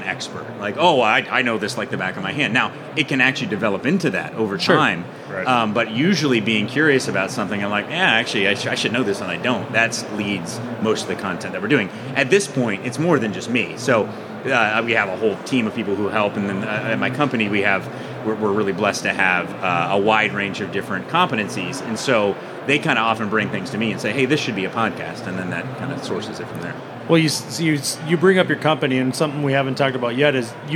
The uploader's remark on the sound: Live from AHR Expo in Chicago